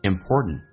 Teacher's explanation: it's important toshare，那么分享是非常重要的。我们来看一下，首先其中有一个实义词汇叫 important， t 跟 n 在一起的时候，或者 n 跟 t 在一起的时候，那么 t 都可以不发音，那这边通常口语化当中不会说成 important，会变成 important， t 不发音，第一个 t 最后一个 t 也不发音，最后一个 t 不发音属于叫做略音，因为后面是一个单词是以辅音开头